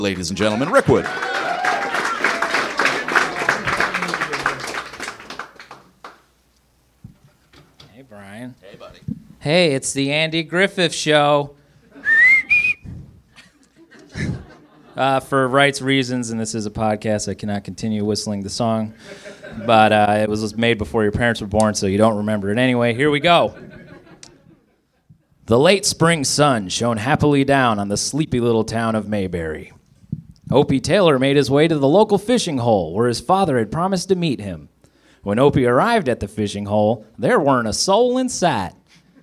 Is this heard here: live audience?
yes